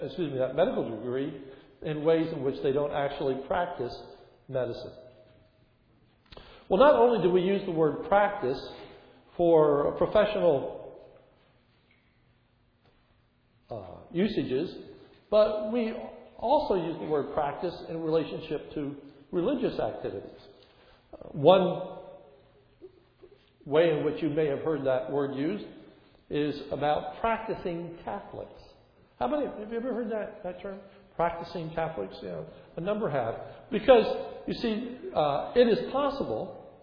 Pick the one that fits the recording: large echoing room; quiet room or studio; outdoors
large echoing room